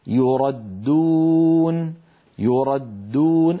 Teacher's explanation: لو نطقنا الدال الأولى مقلقلة لصارت يرددون، ولا يفعل هذا أبدا أحد أبدا · Term: الدال المشددة